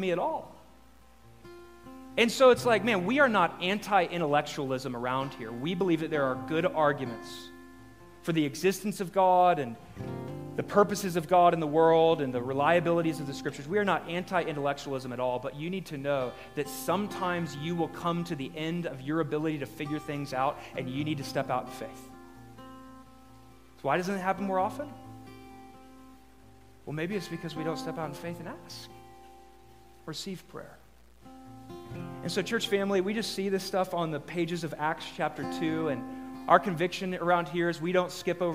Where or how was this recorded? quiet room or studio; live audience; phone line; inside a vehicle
live audience